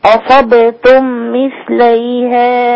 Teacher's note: الباء رقيقة ما تفخميش الباء عشان الصاد